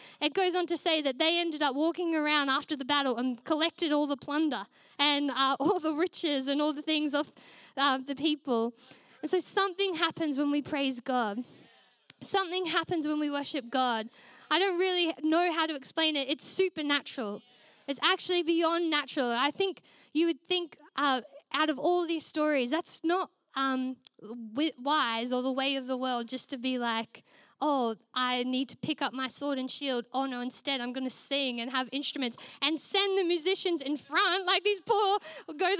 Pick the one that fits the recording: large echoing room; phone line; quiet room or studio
large echoing room